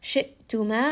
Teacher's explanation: hamza here is going to have a little bit of that jerkiness. This is going to come because hamza is a letter of jahr, meaning that when it has a sukun, that sound is abruptly going to stop.